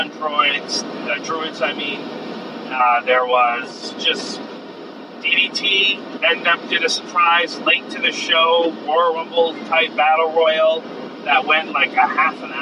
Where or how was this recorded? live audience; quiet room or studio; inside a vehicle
inside a vehicle